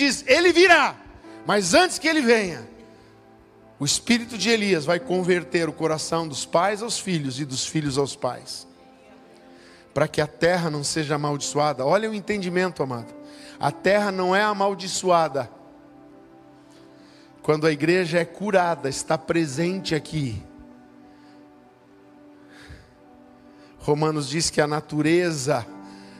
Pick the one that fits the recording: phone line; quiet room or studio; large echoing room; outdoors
large echoing room